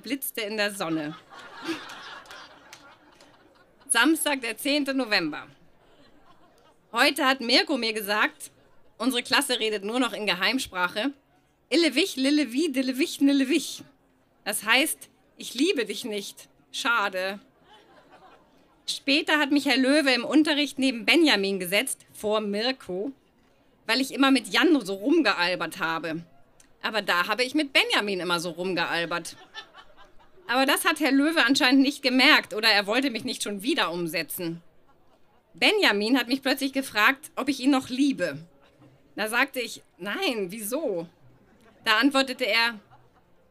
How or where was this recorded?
live audience